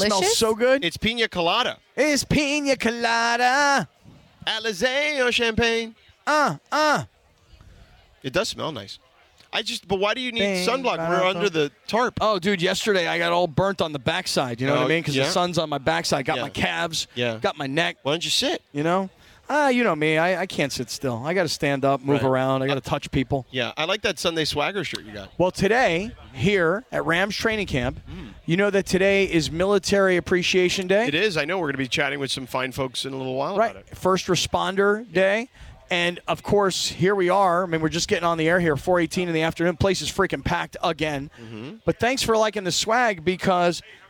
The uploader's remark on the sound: The show is live from Rams training camp.